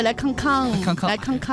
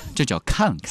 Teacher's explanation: 流行把前后鼻音的很多词语给它做更换，前鼻音的读后鼻音，后鼻音的读前鼻音啊。